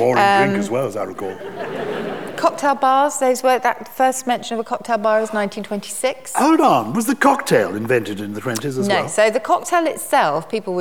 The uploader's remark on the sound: Recorded live in front of 1000 Purple People at the Chichester Festival Theatre.